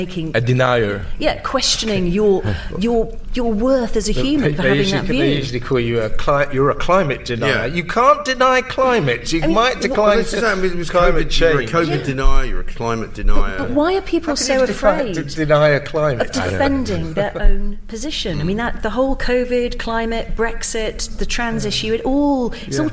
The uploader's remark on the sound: LIVE from The Battle of Ideas Festival!